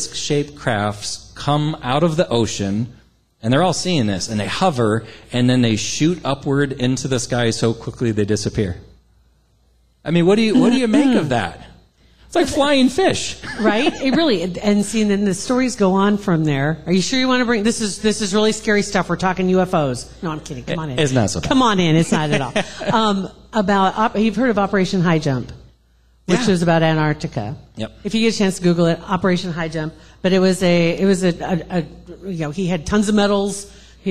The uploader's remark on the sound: Live Podcast Event. In front of a live audience.